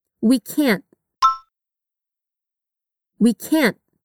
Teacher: Note que o T desse can't é pronunciado de forma muito sutil.